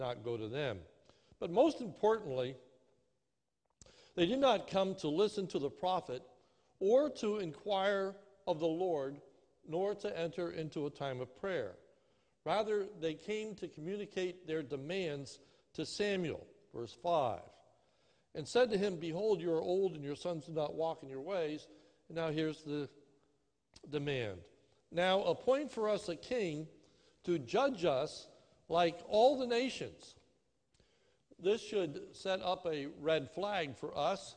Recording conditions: large echoing room